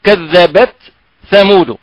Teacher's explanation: الأصل أنها كذبت ثمود هناك تاء ساكنة معها همس فنفصل بالهمس بين التاء والثاء · Term: صفة الهمس